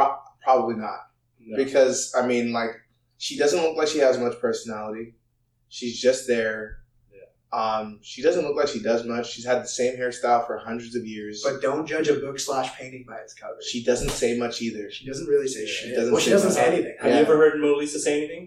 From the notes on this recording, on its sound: We know it's not perfect and we're working on improving our audio